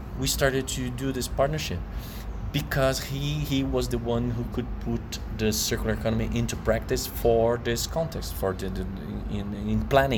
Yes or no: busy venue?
yes